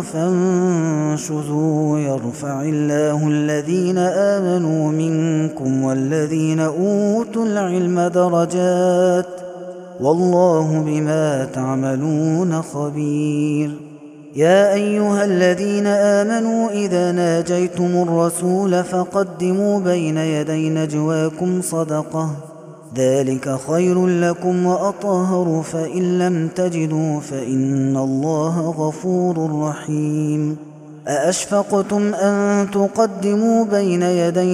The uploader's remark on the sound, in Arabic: هذا التسجيل من صلاة التراويح. Taraweeh Ramadan 2021.